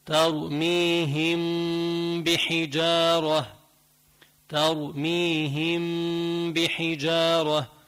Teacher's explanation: ويسمى عند القراء الإخفاء الشفوي لأنه لم يخرج إلا من الشفتين